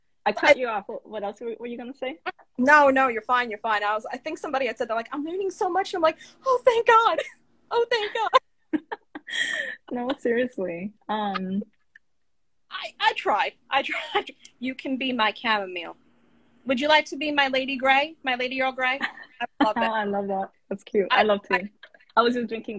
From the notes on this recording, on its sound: a series of Instagram Live interviews